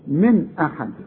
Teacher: نون ساكنة بعدها همزة، الهمزة من حروف الإظهار، ما غنش من أحد. وشوف أحد، شوف الهمزة، شوف الحاء، شوف قلت أحد.